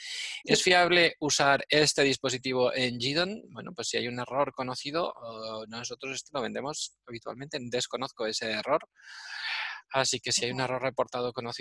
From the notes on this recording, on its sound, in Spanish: Audio del Webminar que grabamos el miércoles 8 de abril de 2020. Audio del Webminar que grabamos el miércoles 8 de abril de 2020.